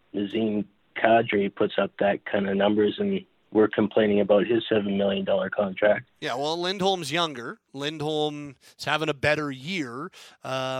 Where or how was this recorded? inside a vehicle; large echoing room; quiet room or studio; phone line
phone line